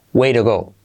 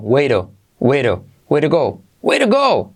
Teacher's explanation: Way to se convierte T como R suave y esa U más bien como una O.